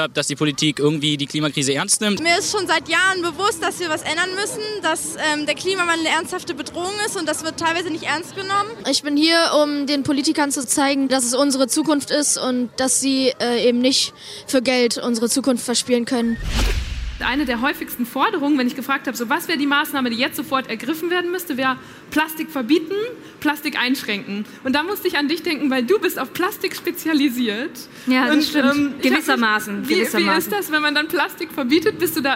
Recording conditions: live audience